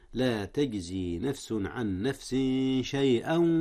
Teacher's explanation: لا تجزي نفس عن نفس شيئا، هنا إخفاء، أخفي التنوين من نفس قبل ماذا؟ قبل حرف الشين في شيئا